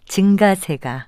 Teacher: 이와 비슷한 예로 어떤 현상이 점점 늘어나는 흐름이나 경향을 나타낼 때 증가세로 발음하는 분도 있는데요. 이 경우에도 역시 예사소리로 발음하는 증가세가 맞는 발음입니다